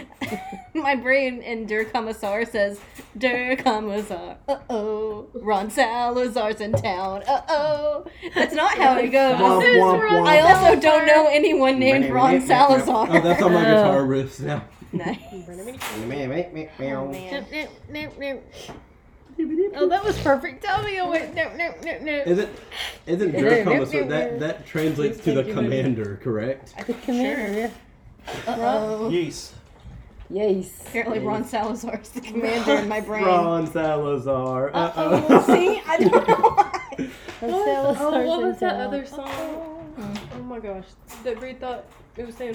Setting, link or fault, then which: fault, sounds in the background